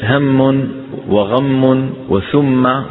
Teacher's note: نظهر الغنة بمعنى نطولها، نطولها ونجعلها غنة أطول ما تكون أو أكمل ما تكون